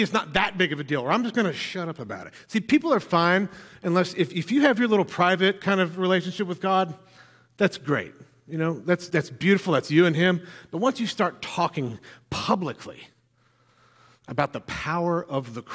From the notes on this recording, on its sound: filled the pulpit at NPC this morning